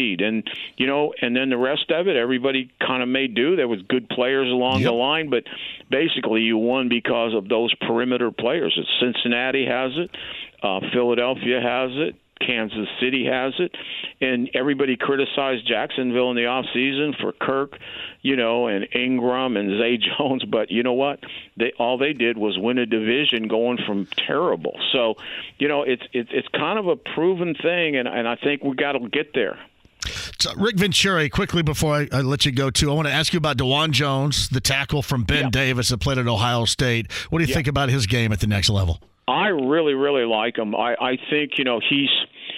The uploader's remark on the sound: Opens up the phone lines to answer questions. Taking some more calls and comments!